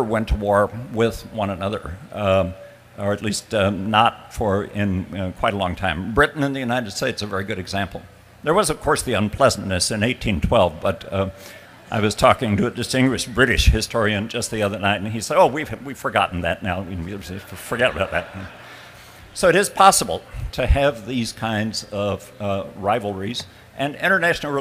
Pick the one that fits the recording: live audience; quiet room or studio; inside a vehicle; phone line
live audience